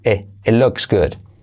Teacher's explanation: La T de it casi no se dice.